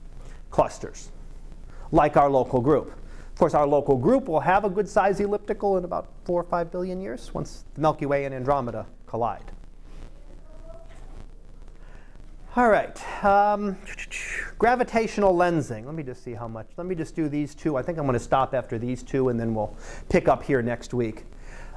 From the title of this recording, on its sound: Live Class Lecture 2017 Nov 27